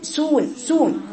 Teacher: دخلت فيها حرف السين يا بنتي، بقى مختلط بالصفير